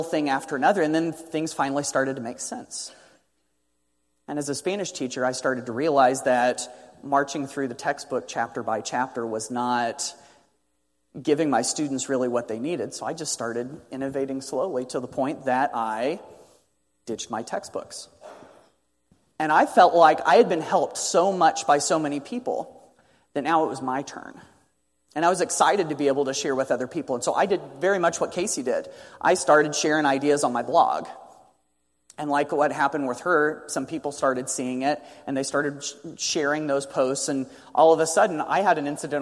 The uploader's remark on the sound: a joint keynote presentation they gave during the Summer of 2017